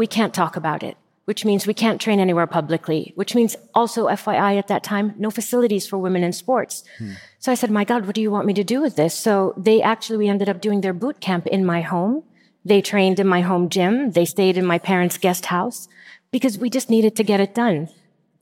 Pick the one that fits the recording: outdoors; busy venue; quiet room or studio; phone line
busy venue